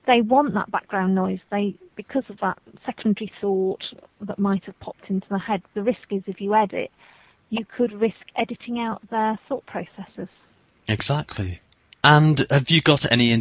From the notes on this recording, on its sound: This interview was conducted during a Skype phone conversation.